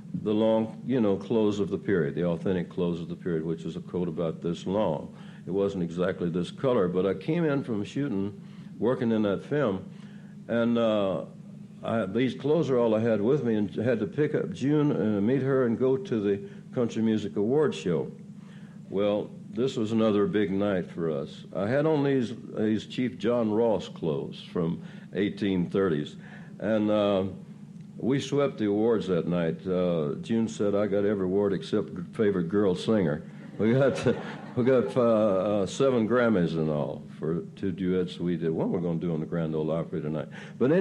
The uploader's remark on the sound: Recorded at the 1988 Academy of Achievement Summit. Asnwered a few questions from the students.